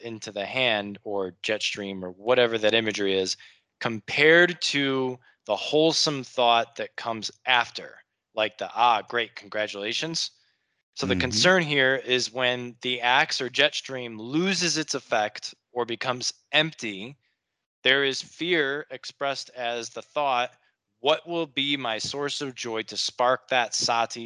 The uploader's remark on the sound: skype calls on this channel